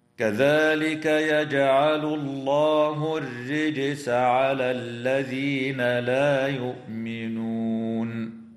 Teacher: تقلقل الجيم في كلمة يجعل وفي كلمة الرجس، وتفخم اللام في اسم الله لوقوعها بعد ضمة، وترقق الراء في كلمة الرجس وصلا ووقفا لأنها مكسورة، وتنتهي الآية اتفاقا عند قوله تعالى: لا يؤمنون، ويوقف هنا من قبيل الوقف التام.